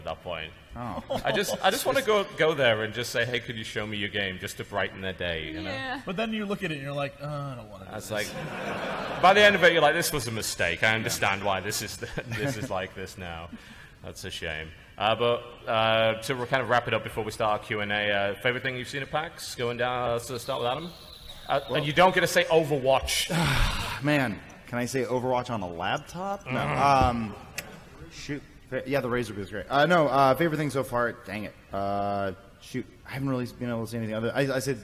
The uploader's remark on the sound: Live at PAX. The Co-Optional Podcast live from Pax West!